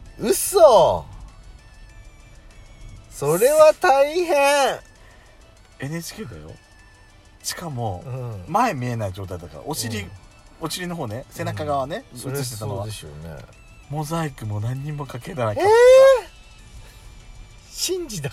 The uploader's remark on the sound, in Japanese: パーキング収録